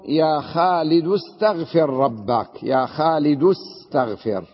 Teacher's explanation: ومثل يا خالد استغفر ربك، يا خالد استغفر، لم نلفظ همزة الوصل، كتبناها ولم نلفظها لأنها جاءت في درج الكلام وليس في ابتدائه